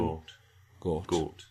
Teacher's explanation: In Scotland, you're more likely to get an O realization, an open O realization.